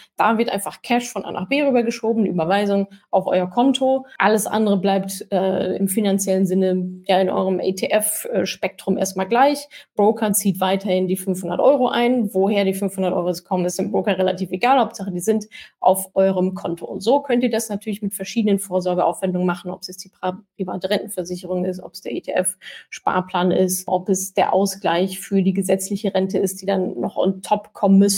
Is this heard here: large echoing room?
no